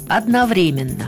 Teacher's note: В словаре «даля» ударение стоит на третьем слоге «одновременно». Ряд современных словарей также признает преимущество «одновременно».